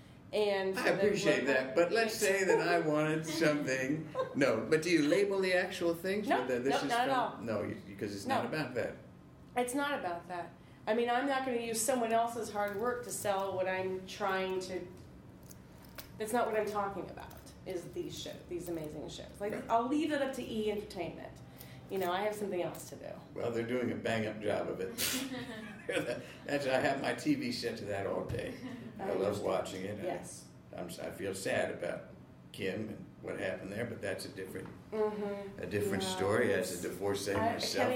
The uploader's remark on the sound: A Gowanus-heavy evening in this live taping.